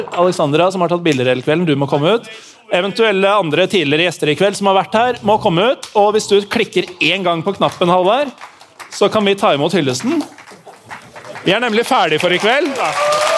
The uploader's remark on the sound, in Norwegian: Live på Edderkoppen! Og tusen takk til alle som kom på Edderkoppen denne tirsdagen og gjorde kvelden komplett uforglemmelig for oss!